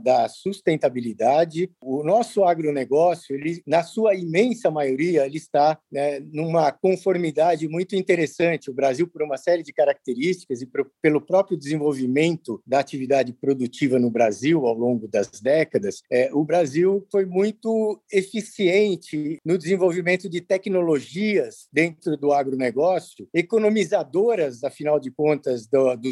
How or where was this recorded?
video call